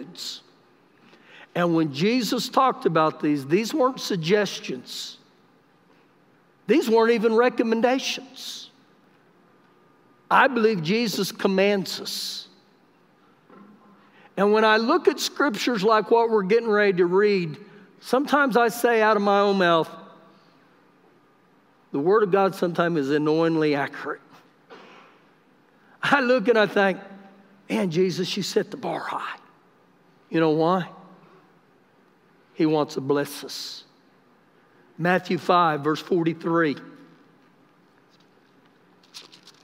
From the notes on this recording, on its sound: Recorded live during our Sunday morning service